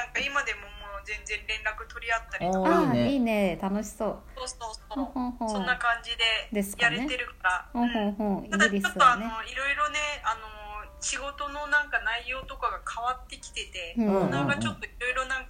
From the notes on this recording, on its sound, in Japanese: LINE電話でのやりとりなので、声が遅れたり音質が悪いことがありますので、ご了承ください。